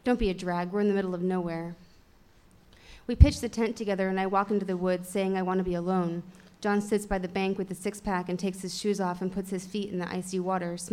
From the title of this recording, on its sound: On Stage at Housing Works Bookstore Cafe